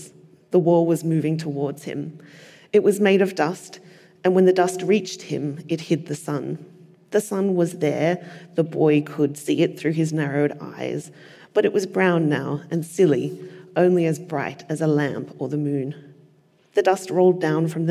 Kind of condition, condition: setting, live audience